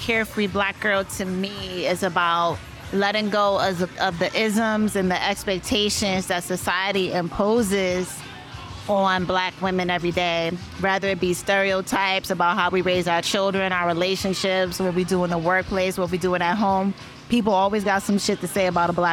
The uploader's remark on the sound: Live at #CareFreeBlackGirl Cookout New Orleans. Was recorded live at the vibrant #CareFreeBlackGirl Cookout in New Orleans. Four dynamic guest speakers who were attendees at the cookout.